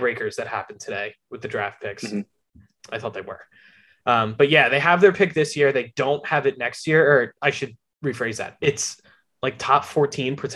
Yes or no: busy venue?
no